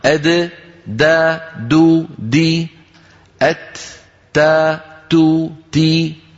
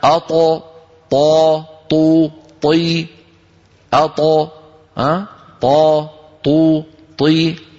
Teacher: فلاحظوا بأن الطاء اللسان قد استعلى فيها · Shown in: second take